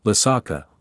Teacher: with three low syllables